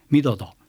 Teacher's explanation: 白が4つ、みどど、みが高くてどどどときますね